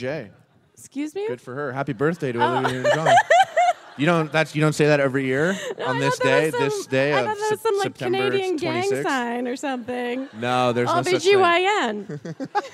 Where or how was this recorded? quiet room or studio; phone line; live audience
live audience